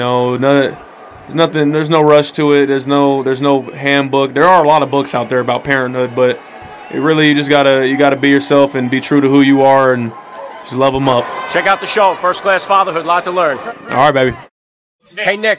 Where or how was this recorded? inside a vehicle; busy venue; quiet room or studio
busy venue